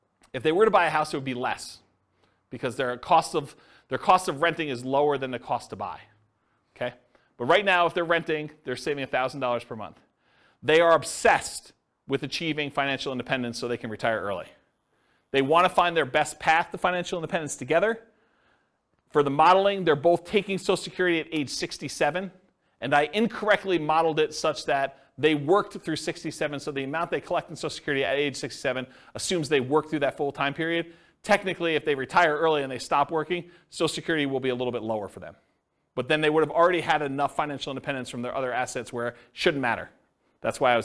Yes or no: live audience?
yes